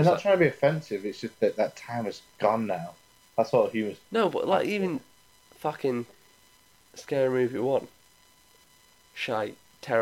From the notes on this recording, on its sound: Apologies for the audio quality.